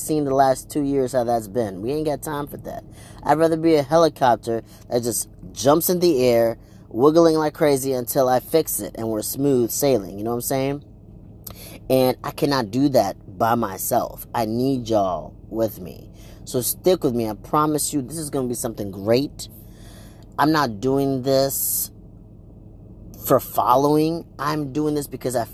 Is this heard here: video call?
no